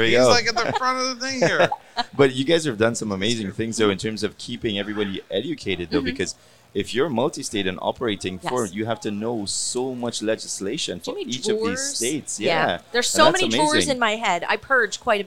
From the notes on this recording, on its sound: Recorded at MJUnpacked NYC